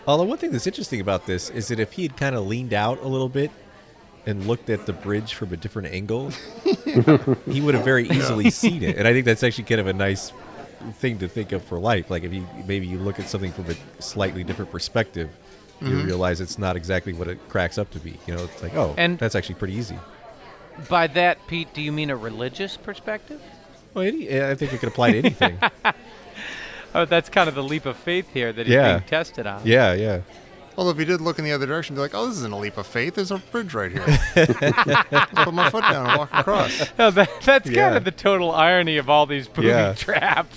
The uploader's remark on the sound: Live from the Lion's Head